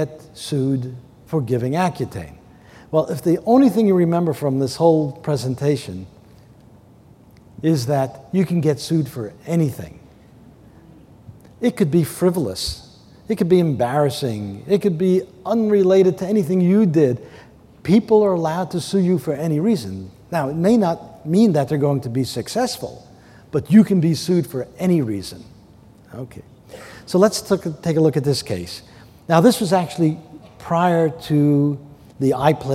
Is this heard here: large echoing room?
yes